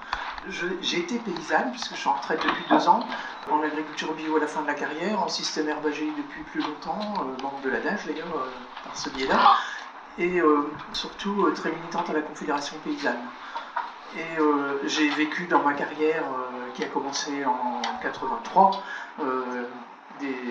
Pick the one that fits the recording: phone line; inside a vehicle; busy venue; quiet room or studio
busy venue